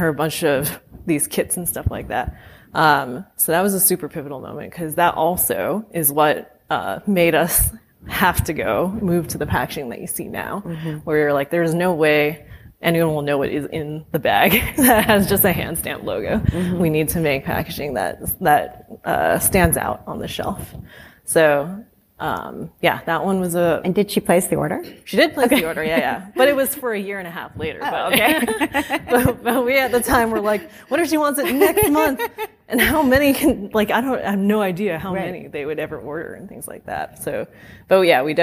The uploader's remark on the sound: Live at h+h americas. A recording of our Day 3 keynote at h+h americas 2023, a fireside chat.